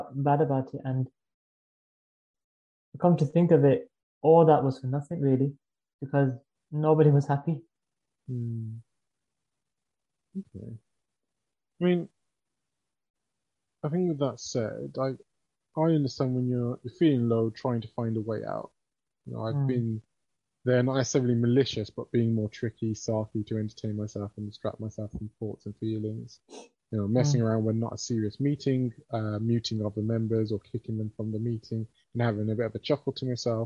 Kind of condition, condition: link, video call